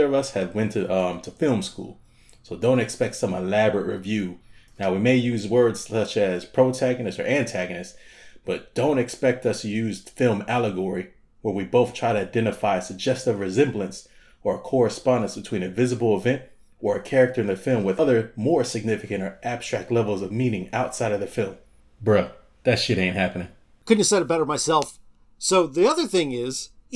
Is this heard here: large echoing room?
no